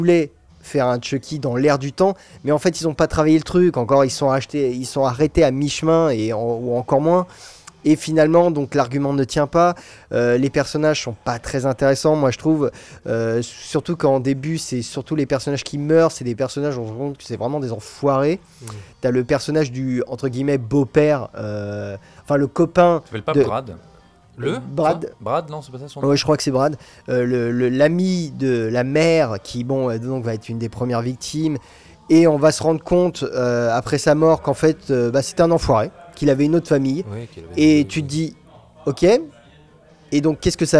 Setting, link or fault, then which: setting, busy venue